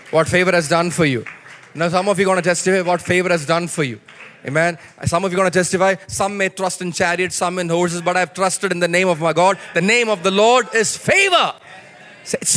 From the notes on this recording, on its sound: preached at Sunday Service on 31 December 2023 at Revelation Church